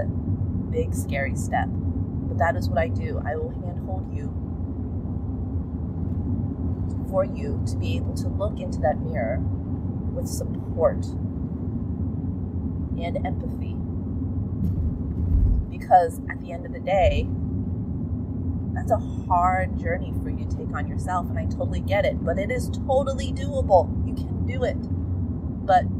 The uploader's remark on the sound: Sorry about the audio quality, recorded this in my car, and even though the road noise is loud